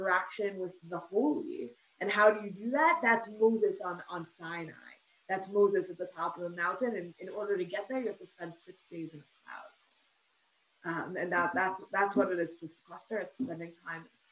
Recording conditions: video call